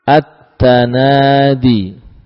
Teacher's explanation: Lamnya tidak terbaca lagi, ya, karena mengalami idgham.